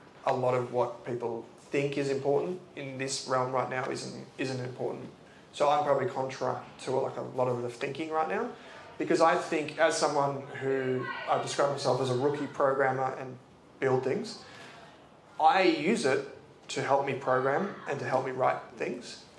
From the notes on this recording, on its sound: LIVE from Gallery in Adelaide, South Australia. Answered questions live in front of a crowd.